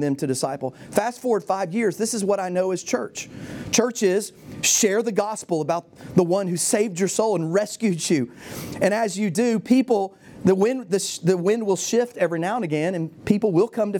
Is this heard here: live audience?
yes